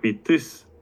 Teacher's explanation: in the positive, the T reduces and becomes a glottal stop. But in the negative, the vowel is preserved.